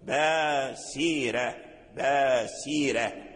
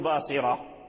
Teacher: تحافظ على السين وعلى ترقيق السين وعلى همس السين وعلى صفير السين ثم ترقق الراء في رواية ورش · Shown in: first take